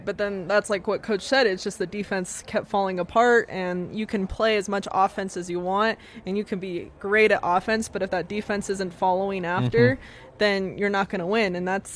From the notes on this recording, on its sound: LIVE from the DNVR Bar